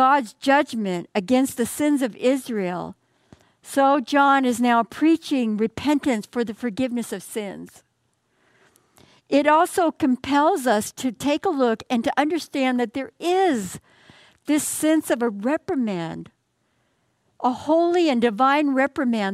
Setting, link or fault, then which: setting, large echoing room